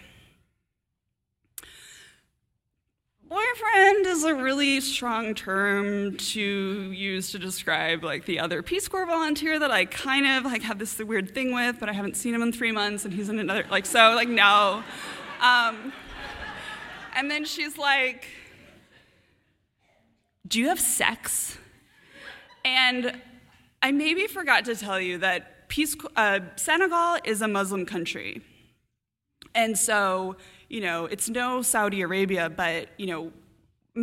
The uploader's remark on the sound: A story from the March 2015 All Y'all live storytelling event "Ladies Night,".